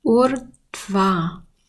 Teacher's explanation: Und dieses Urdhva hat auch ein, also hat erstmal das Ur und dann auch ein D-H vor dem Va. Das heißt, wir haben dort auch wieder eine Behauchung. Urdhva. Die Schreibweise werde ich auch nochmal in die Shownotes mit reinnehmen, dass ihr auch dazu das Wort lesen könnt.